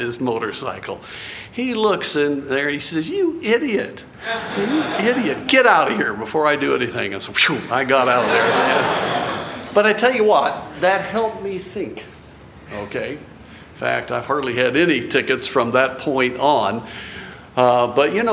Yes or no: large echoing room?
yes